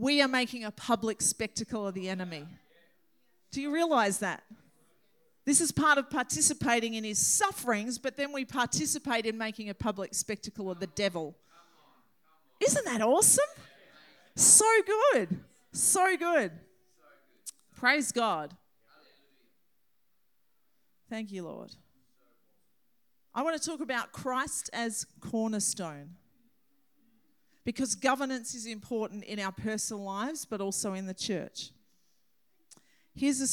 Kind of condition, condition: setting, large echoing room